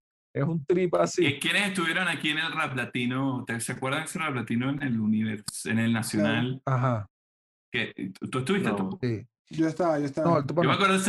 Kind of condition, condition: link, video call